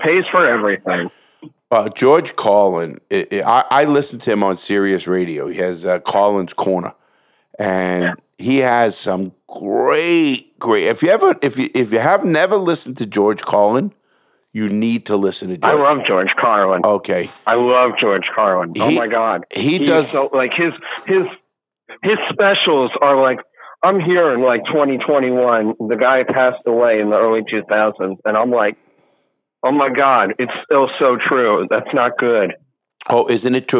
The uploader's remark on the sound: The caller called